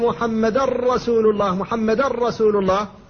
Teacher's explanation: أدغمت النون إدغاما خالصا في الراء · Term: الإدغام الخالص